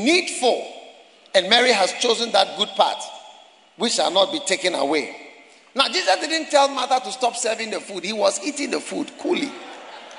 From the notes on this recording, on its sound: Preached at the Prophetic Encounter Service, First Love Church, Accra.